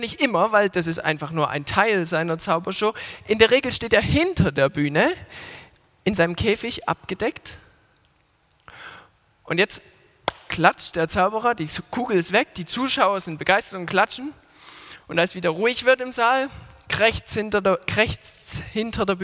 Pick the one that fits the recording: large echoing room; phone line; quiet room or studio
large echoing room